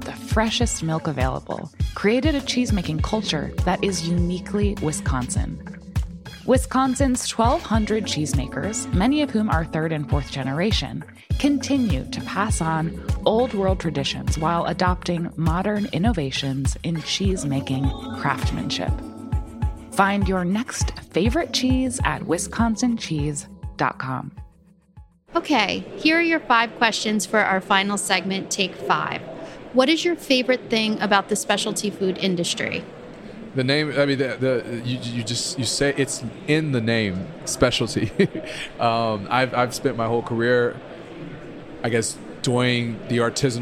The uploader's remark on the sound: On this episode of Spill & Dish, which was recorded at the Winter Fancy Food Show.